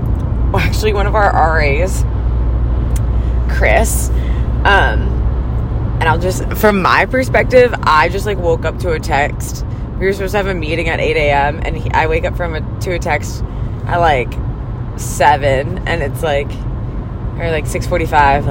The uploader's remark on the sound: are in the car